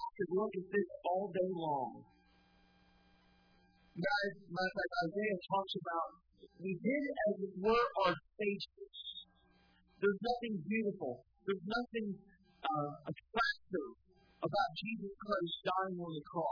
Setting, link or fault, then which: setting, large echoing room